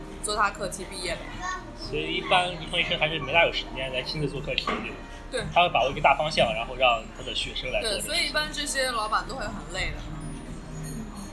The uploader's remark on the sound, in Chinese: 本次在咖啡厅录制, 杂音较大, 望见谅.